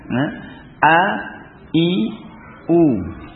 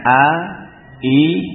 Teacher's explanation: pada hamzah ini memiliki sifat jahr dan sifat syiddahnya · Shown in: first take